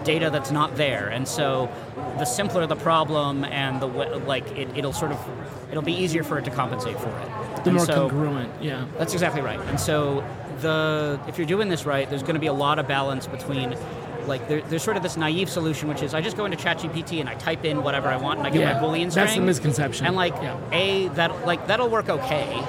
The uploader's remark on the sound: Recorded with Oleeo at HR Tech 2023. Special mini series recorded with Oleeo at HR Tech 2023.